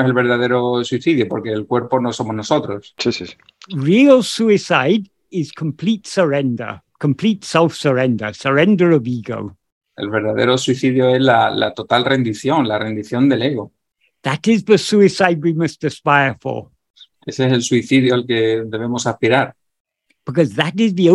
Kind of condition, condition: link, video call